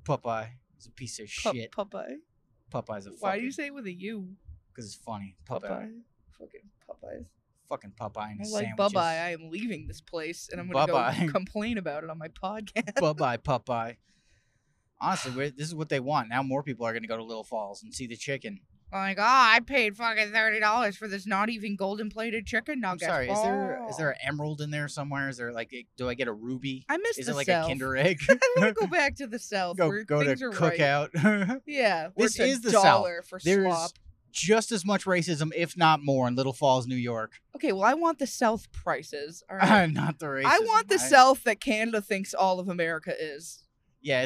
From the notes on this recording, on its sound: We are STILL driving home from Canada this week, and if we didn't hate upstate NY before, we certainly do now!